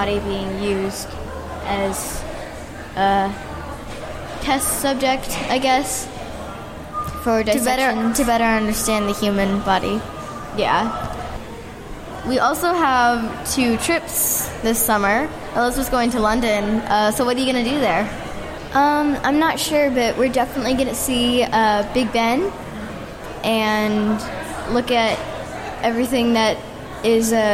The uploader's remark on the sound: We take the stage and record live at Indy PopCon 2018. You’ll notice we were a bit scared (and fast talking) at first.